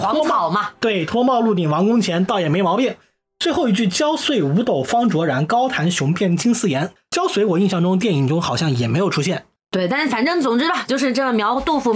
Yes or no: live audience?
no